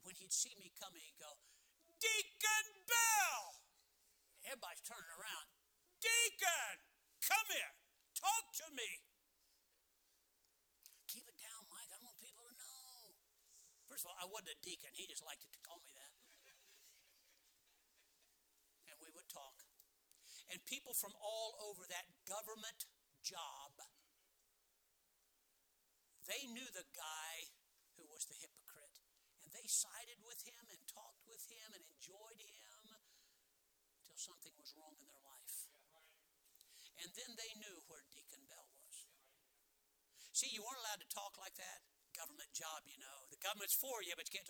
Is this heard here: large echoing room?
yes